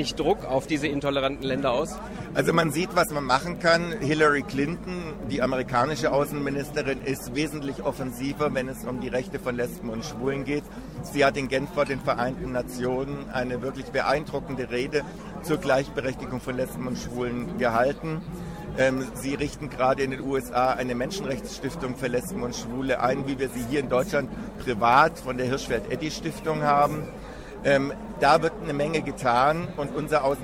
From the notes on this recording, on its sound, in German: Wir sind live in einer Veranstaltung zu Web 2.0 in der Glockenbachwerkstatt.